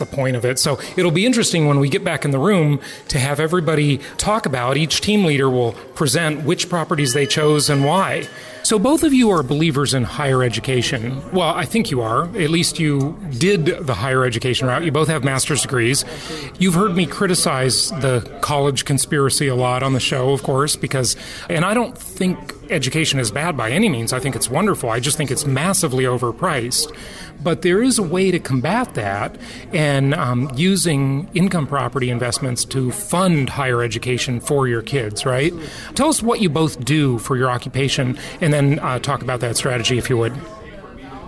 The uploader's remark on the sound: In between activities during the Oklahoma City JHU Live event is a great time to record a podcast